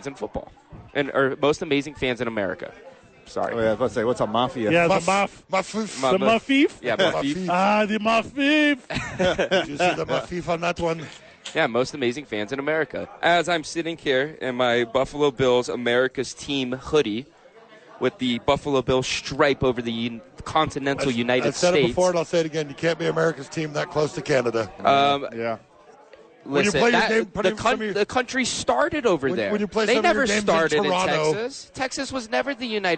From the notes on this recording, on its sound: live at HOWIES!